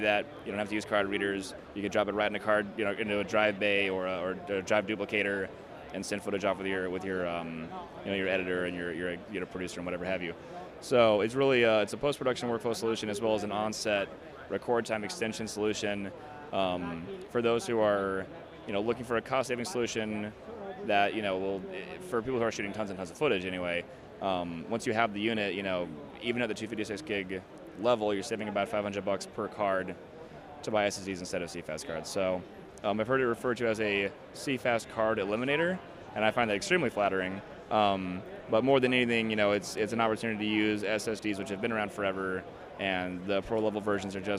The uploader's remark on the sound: Live from the NAB Show floor